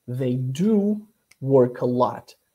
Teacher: They do work a lot. I have an emphasis on work.